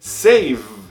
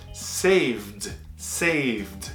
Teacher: Termina com V, vibração do V.